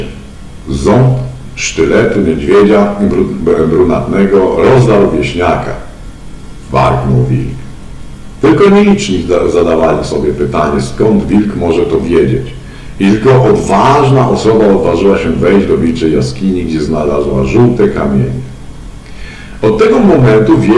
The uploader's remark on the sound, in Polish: Wybaczcie proszę jakość dźwięku.